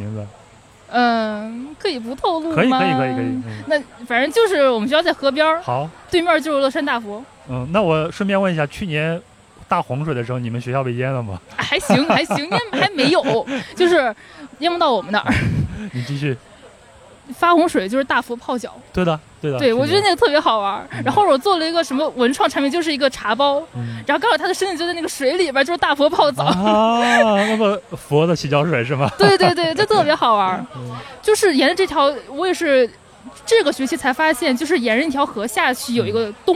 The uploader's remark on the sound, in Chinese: 播客节偶遇“壮游者”。所以，这次我就带过去了录音设备，准备在现场，偶遇一些人，聊一聊他的印象很深的一个旅行故事。这期节目是在户外录制，现场有很大的嘈杂声。